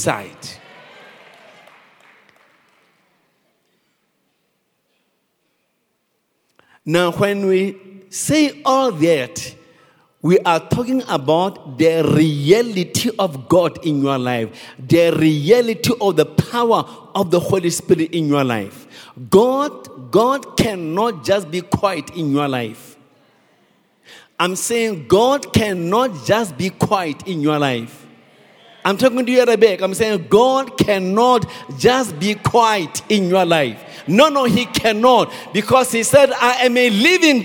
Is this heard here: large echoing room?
yes